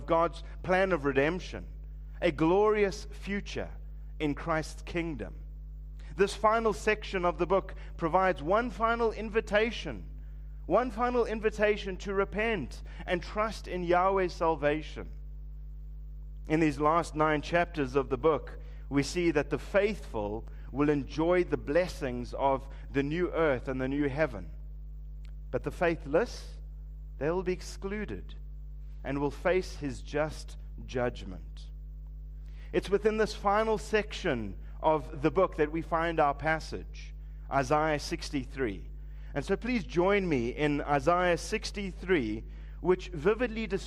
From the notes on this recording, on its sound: Preached at Living Stone Bible Church, on the 31st of December 2023